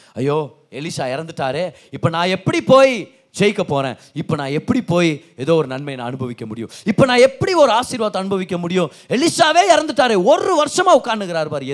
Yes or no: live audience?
yes